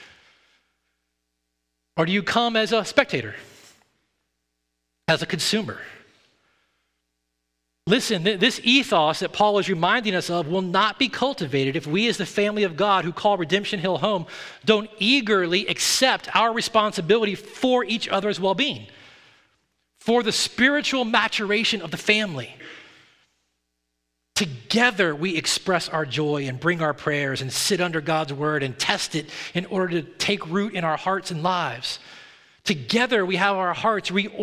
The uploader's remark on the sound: at Redemption Hill Church on Sunday, November 13th, 2022